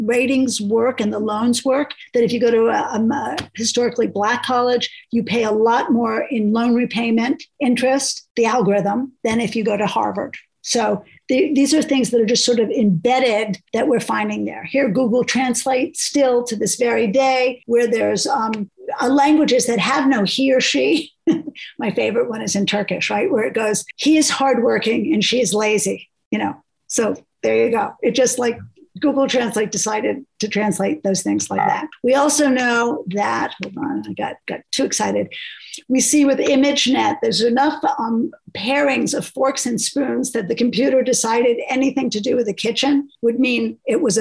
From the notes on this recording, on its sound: Taking questions from our listeners who joined the live webinar as it was recorded.